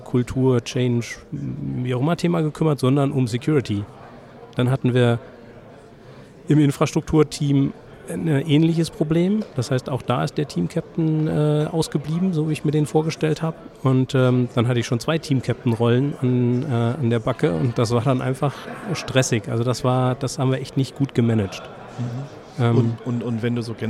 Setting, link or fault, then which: setting, busy venue